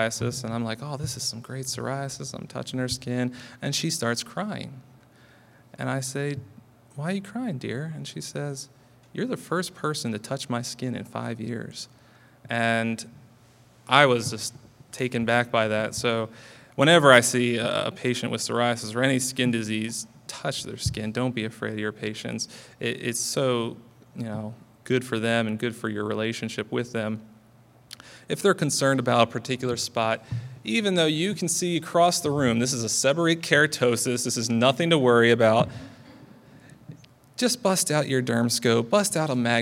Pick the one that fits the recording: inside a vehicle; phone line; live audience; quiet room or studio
live audience